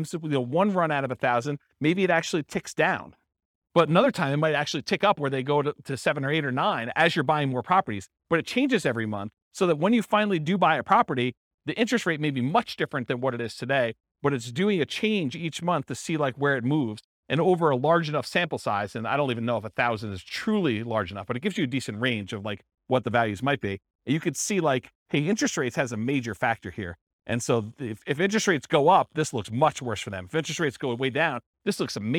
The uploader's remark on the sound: This was a live class recorded